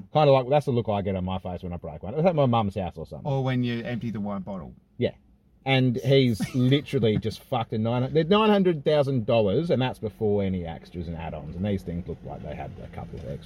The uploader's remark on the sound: What started off as a failed attempt to record in an abandoned house, quickly turned to a dry river bed. We had technical difficulties on the day of recording. Luckily had set up the good old phone to record some video footage for self-reflection purposes. Apologies if the audio quality isn't up to our usual standards. The windows went down in the car studio as the temperature began to rise.